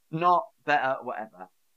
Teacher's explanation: we call it a glottal, where your throat sort of catches.